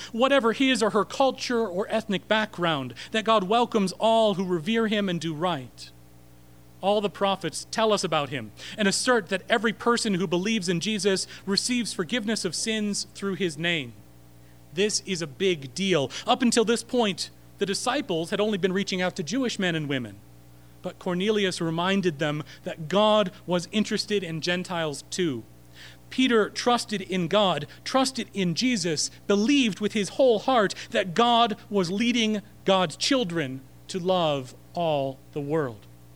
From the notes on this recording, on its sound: Recorded March 27, 2016 at Corona United Presbyterian Church